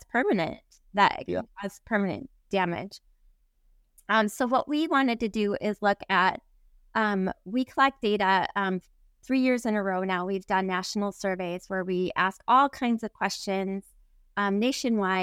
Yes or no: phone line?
no